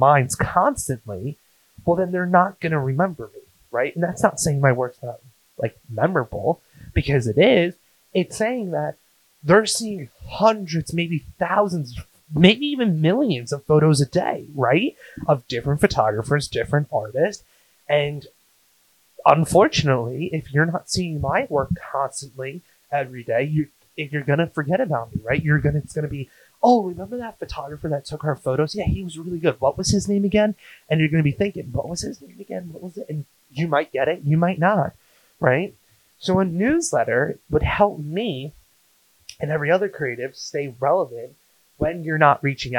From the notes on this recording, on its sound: I don’t know what happened to the audio so I do apologize